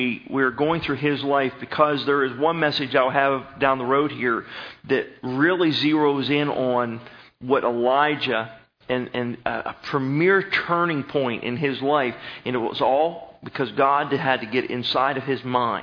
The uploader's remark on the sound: Sermon was recorded November 13, 2011 at Northside Baptist Church of Elkhart, Indiana